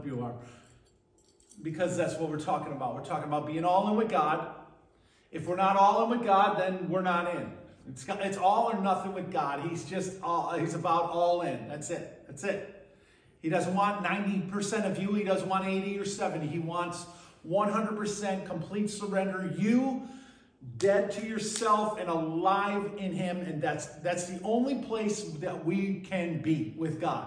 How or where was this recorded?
large echoing room